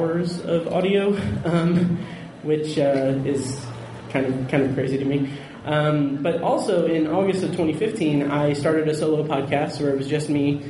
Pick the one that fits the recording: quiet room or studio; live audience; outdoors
live audience